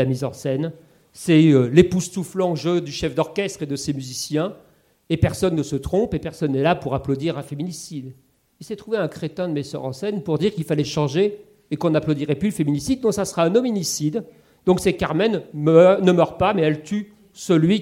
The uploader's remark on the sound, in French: Lors d'une conférence inédite.